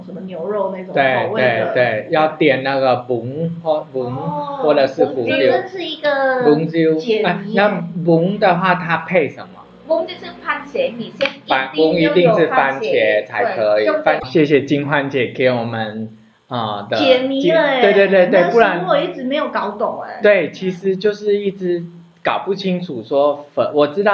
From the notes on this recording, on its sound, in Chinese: 本集錄製地點 : 龍岡精彩鹿咖啡